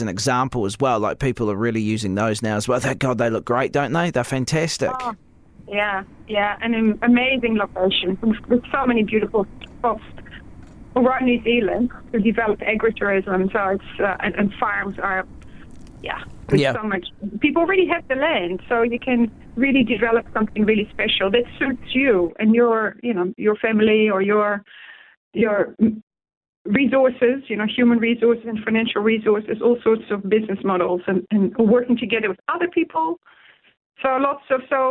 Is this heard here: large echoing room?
no